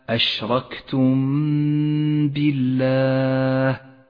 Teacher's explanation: الميم الساكنة جاء بعدها حرف الباء، وهو حرف الإخفاء الشفوي الوحيد، نخفي الميم بالباء مع بقاء غنة